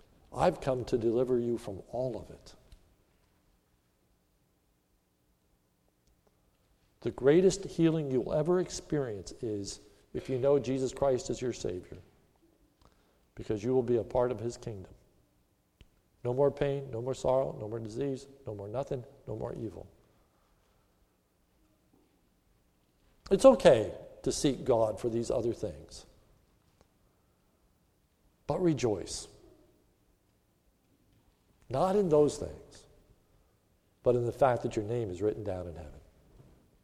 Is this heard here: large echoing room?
yes